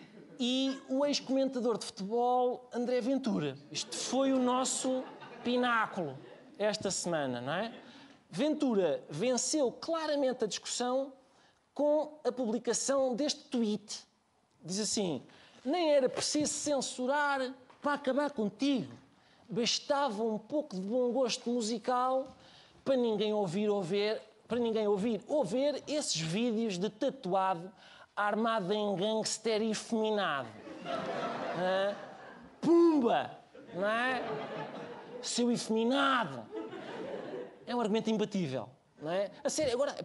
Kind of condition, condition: setting, live audience